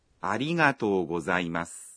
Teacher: các bạn kéo dài nguyên âm o trong to ra một nhịp